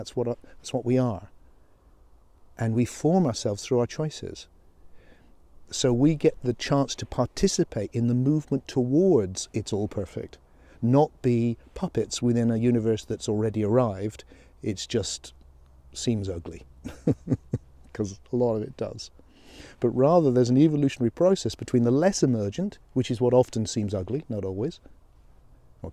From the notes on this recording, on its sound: Thoughts while walking